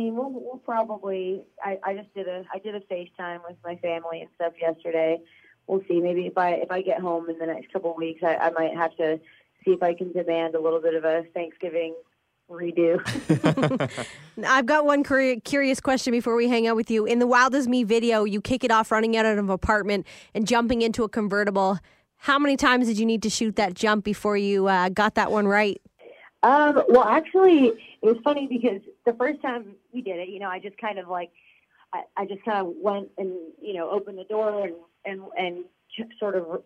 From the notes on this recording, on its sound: We chat over the phone